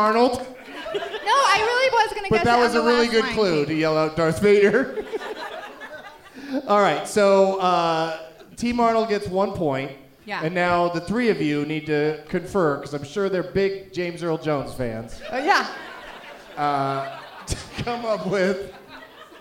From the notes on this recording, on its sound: Live from the Knitting Factory in Boise, ID